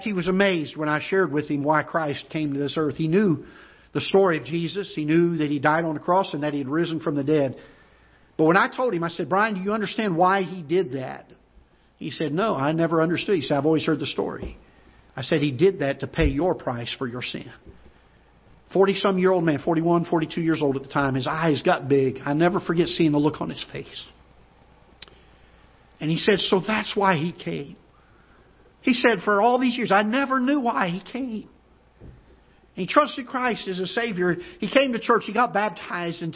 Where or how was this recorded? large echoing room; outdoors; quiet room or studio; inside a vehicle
large echoing room